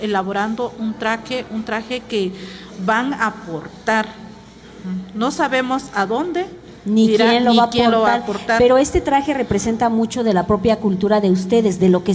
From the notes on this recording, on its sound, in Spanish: totalmente en vivo desde el Complejo Cultural Los Pinos donde se lleva a cabo #Original2023 Encuentro de Arte Textil Mexicano